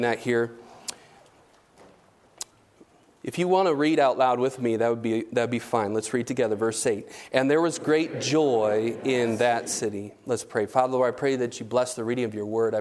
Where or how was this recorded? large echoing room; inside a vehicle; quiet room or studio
large echoing room